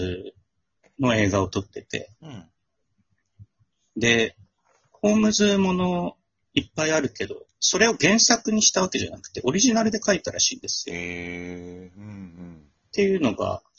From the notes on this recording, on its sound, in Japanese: 今回は久しぶりのリモート収録。リモート収録機能により、各々の自宅からトークに参加できます。